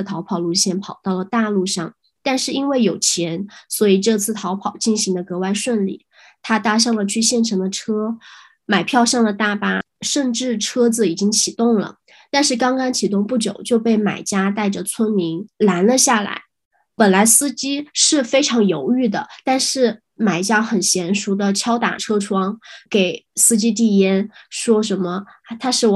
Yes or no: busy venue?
no